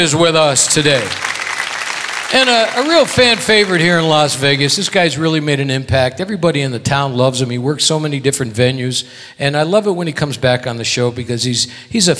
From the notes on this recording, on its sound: Live at the SouthPoint Casino